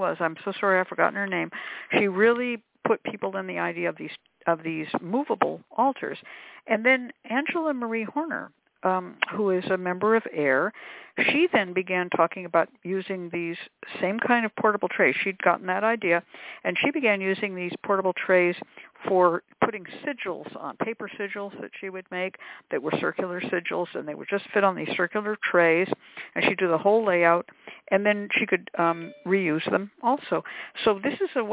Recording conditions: phone line